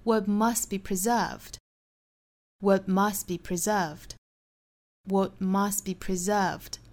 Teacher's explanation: What 尾部的 t 略掉，must 尾部的 t 略掉